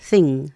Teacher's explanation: como si se intentara pronunciar una N y una G al mismo tiempo. Entonces es un sonido más que nada nasal.